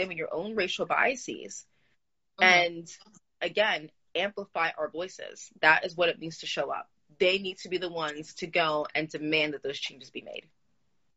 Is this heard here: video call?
yes